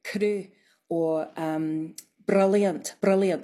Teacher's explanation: a tapped R, which is tip of the tongue on the gum ridge bouncing off, ra. It's so it's like a rolled R, but it's like one instead of many, many all in a row, if you know what I mean.